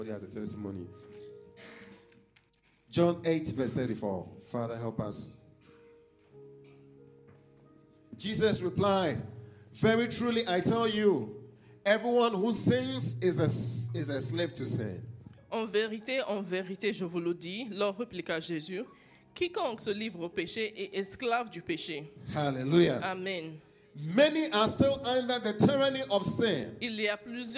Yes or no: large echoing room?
yes